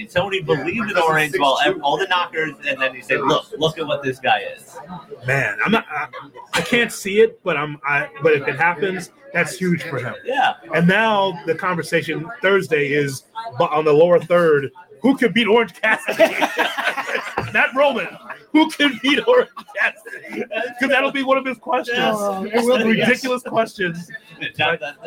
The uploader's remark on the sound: live from Starrcast in Schaumburg, Illinois